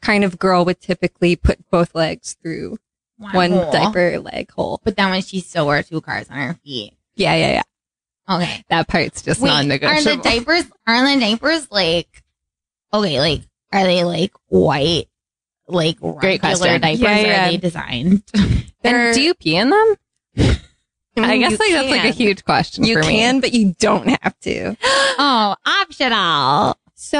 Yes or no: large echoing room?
no